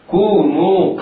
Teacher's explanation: الواو بعد الكاف والواو بعد النون يمدان مدا طبيعيا بمقدار حركتين